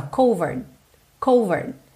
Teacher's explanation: essa minha última sílaba fica um RD, Ou seja, quase não aparece